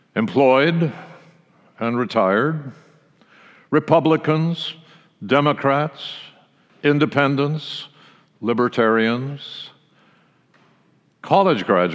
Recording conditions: large echoing room